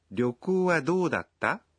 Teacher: Trata-se de uma pergunta, por isso, essa sentença é pronunciada com uma entonação ascendente.